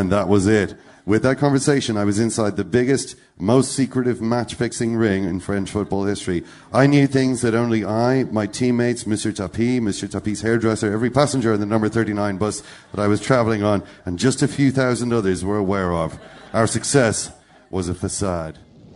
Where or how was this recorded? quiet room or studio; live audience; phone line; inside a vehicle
live audience